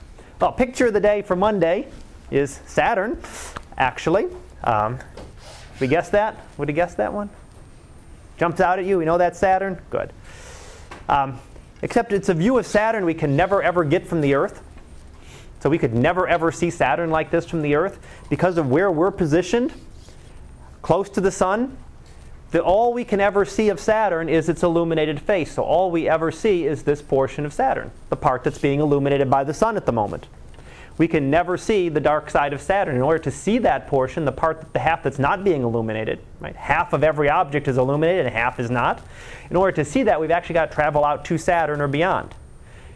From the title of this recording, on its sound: Live Class Lecture